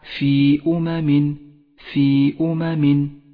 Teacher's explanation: في أمم حرف المد وبعده الهمزة ولكن كل منهما في كلمة نقصر المد المنفصل هنا على حركتين